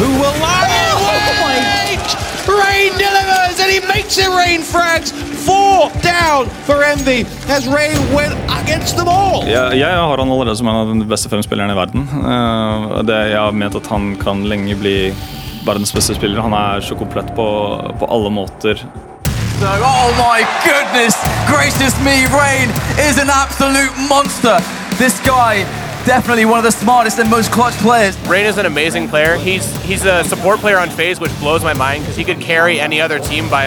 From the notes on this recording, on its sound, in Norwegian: I bakgrunnen lyder brølene til tusenvis av ivrige fans. De er alle samla i en baskettballarena i New York.